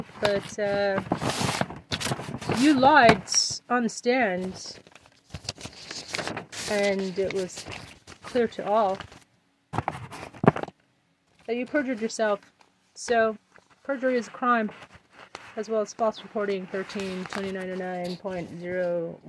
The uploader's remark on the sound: This is outside the courtroom. IN TUCSON ARIZONA.